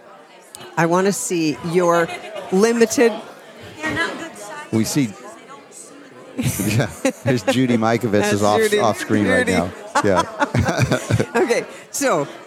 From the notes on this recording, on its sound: LIVE From Nashville, Reawaken America Tour